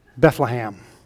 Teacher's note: short A's on both the second and third syllables to say it like the lunch meat, Bethlehem.